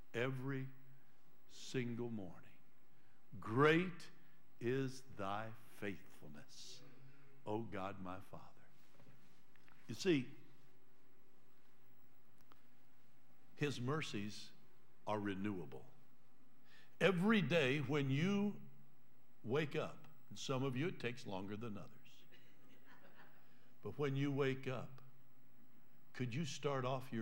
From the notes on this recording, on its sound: Trinity Church Live